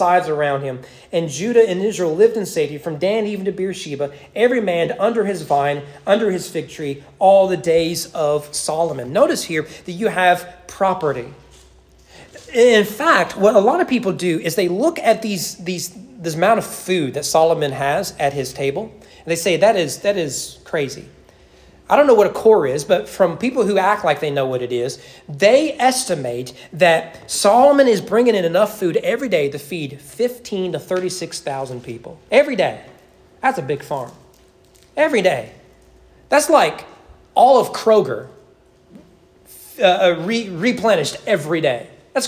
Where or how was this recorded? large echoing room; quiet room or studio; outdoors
large echoing room